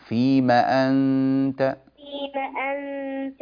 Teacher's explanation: ولا تقولي أبدا فيما أنت فيما تكوني زودتي ألف والألف هذا لا يصح زيادته